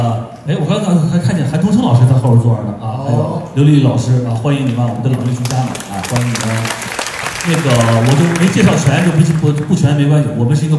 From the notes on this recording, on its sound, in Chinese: 这些声音是我和朋友们在 2020 年到 2021 年参加不同的戏剧节时所采访、聆听和采集回来的，分别来自第七、第八届乌镇戏剧节、首届青年戏剧“斑马奖”颁奖现场、第二届大凉山戏剧节和首届阿那亚戏剧节。